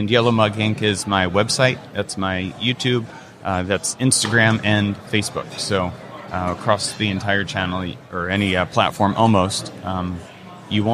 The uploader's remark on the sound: LIVE from WORKBENCHcon 2022. In the Organization Conversation booth at the show.